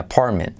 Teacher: La R se la come